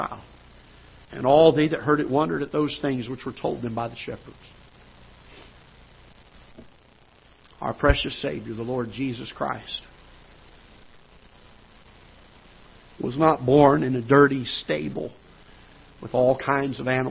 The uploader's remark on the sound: Ketha Heights Baptist Church ~ Live Broadcast